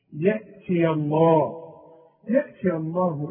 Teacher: ما دام قبل لفظ الجلالة مفتوح لفظ الجلالة مفخم